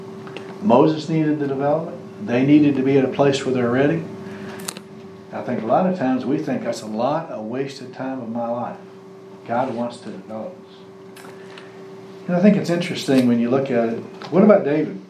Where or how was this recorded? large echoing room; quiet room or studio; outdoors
large echoing room